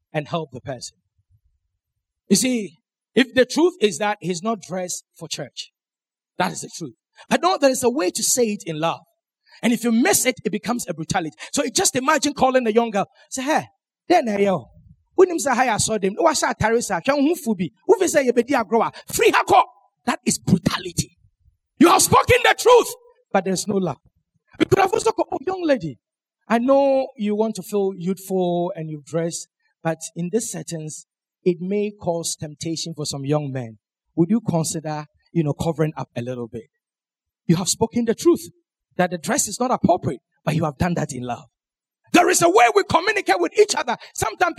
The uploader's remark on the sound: Sermon preached at CBC Adabraka Campus